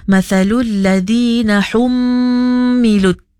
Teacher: Mim sabdu tu kita kena cukupkan dua harakat, jangan kita lalukan aja. · Term: wajibul gunnah